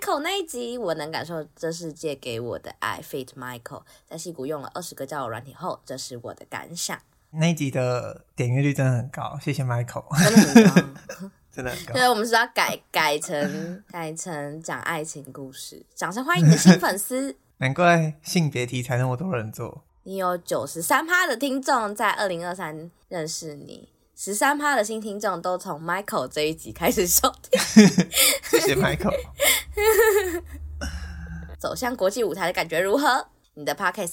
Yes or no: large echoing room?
no